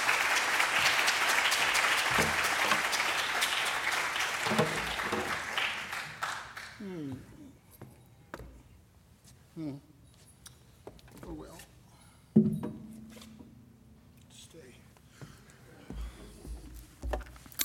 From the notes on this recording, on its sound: Audio recording of a lecture delivered on April 21, 2017. As part of the Formal Lecture Series.